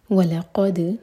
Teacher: لام لائٹ قاف ہیوی اور دال پر قلقلہ